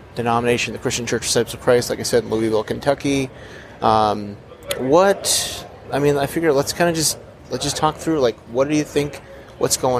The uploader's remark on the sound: In this special episode recorded live from the General Assembly of the Christian Church (Disciples of Christ).